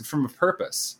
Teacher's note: she sort of swallows the vowels and goes infirm of purpose